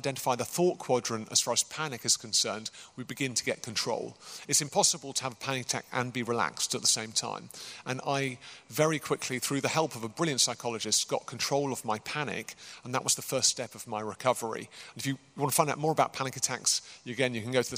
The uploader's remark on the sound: Recorded as part of an occasional series of Q&A events at Greyfriars Church in Reading